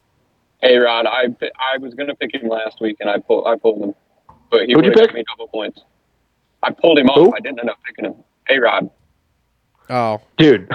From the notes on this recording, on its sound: The guys get on the phone